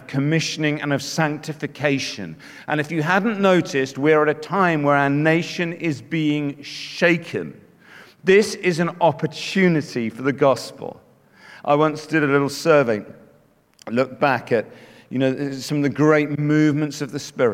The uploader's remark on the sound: Speaking at The Message Conference 2019